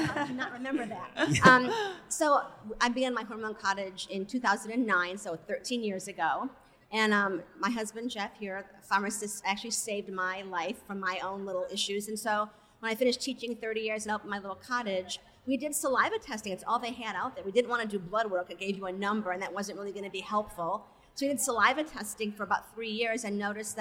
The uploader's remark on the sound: Live from A4M World Congress in Las Vegas.